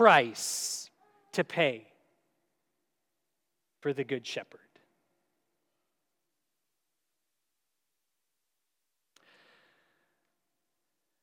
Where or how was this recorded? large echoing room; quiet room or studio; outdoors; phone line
large echoing room